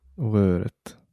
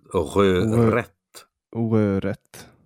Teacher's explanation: det är skorrande R i början och ett vanligt tungspets-R i mitten på ordet